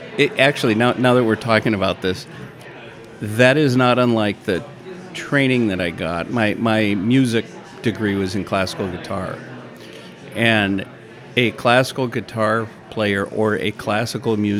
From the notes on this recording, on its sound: This special episode was recorded, live, in house at Rustica Bakery Edina.